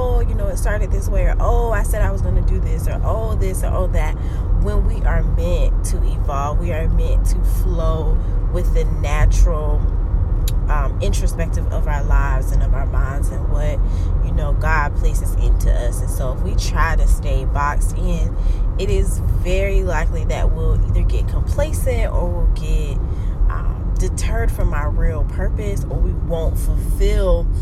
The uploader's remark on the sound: This episode was recording in one of "favorite" places, THE CAR! You may hear the road in the background or a turning signal.